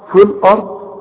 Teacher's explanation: نقول في الارض وكأن الياء غير موجودة